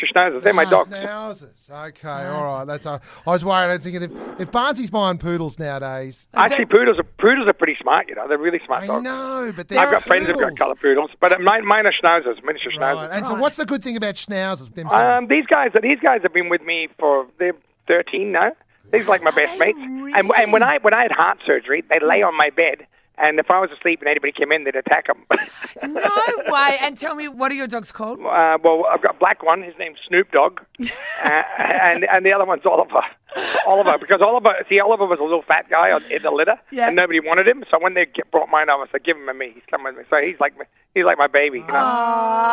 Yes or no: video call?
no